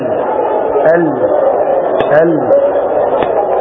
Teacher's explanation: فيخرج صوت اللام من جانبي الفم أو الشدق